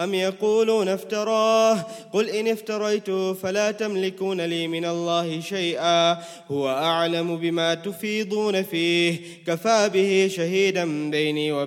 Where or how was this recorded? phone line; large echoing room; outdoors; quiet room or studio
large echoing room